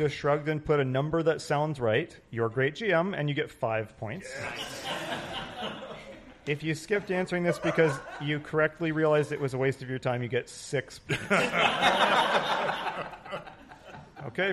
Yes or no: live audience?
yes